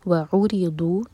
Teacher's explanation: اس کے بعد آیہ نمبر 48, وعرضوا، واو الگ ورڈ اور عرضوا الگ، عین پر زور دیں گے. وعرضوا، ری باریک ضاد ہیوی اور ضاد زبان کے سائڈ سے پڑھا جائے گا